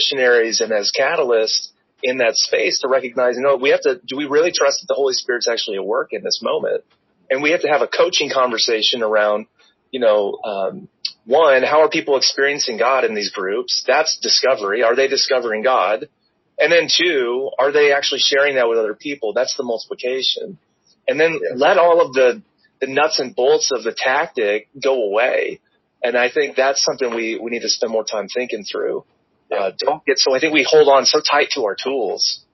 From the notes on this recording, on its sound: via phone recording